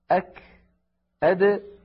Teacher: بالقلقلة أق يأتون أك أد، نجد بأن زمن الحرف قصير